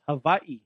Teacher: So the W is a V. Hawaii with a V.